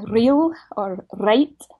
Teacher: If I said something like real or right, that would be a trilled R